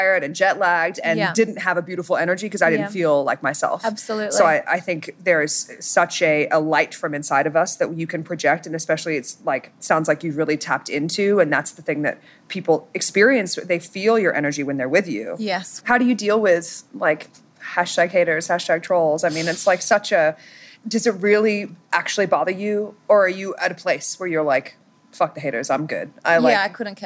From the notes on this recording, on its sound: LIVE from the 2022 JBL Fest in Las Vegas